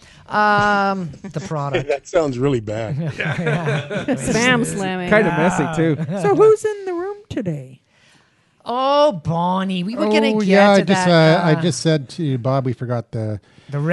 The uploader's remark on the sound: The Bunker Project is recorded with a live interactive studio audience. Join us for a show in person in downtown Vancouver or via Google + Hangout.